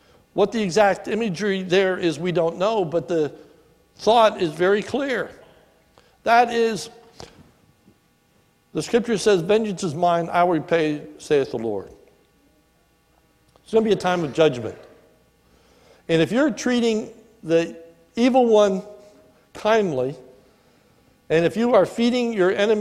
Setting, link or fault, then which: setting, large echoing room